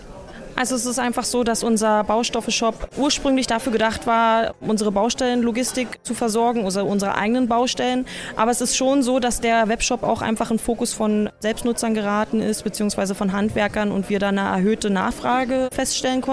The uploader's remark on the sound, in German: live aus Omaha von Berkshire HV